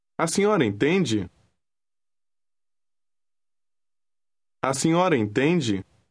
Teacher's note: Pay attention to the rising intonation at the end when you ask a question.